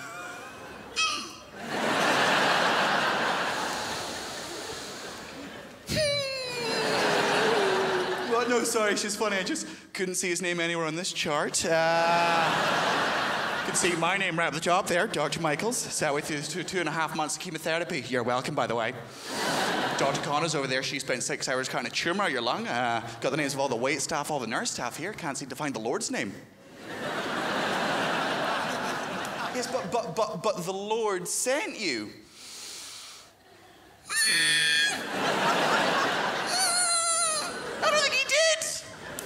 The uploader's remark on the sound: 2016 Melbourne International Comedy Festival Gala